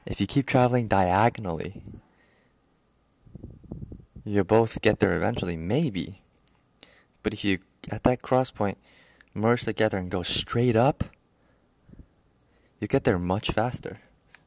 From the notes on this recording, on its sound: The audio sucks, recorded from phone.